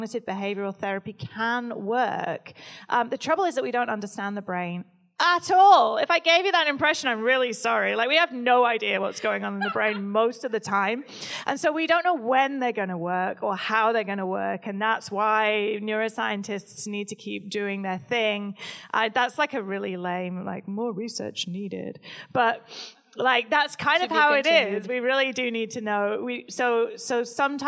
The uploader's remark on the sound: LIVE at Much Different Showcase. Recorded at the Much Different Showcase in Brooklyn, New York with a special audience Q&A.